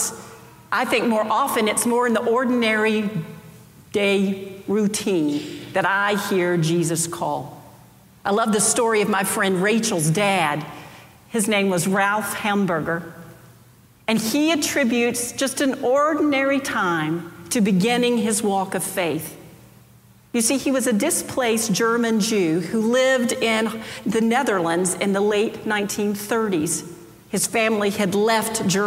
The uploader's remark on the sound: Preached on January 23, 2023 for our Sanctuary Worship Service.